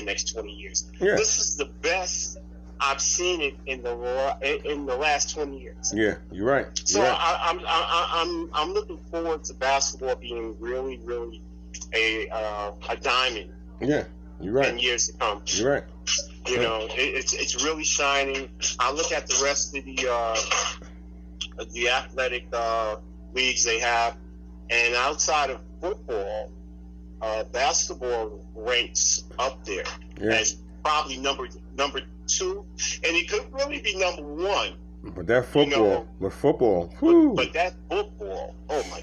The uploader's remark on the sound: Phone Chat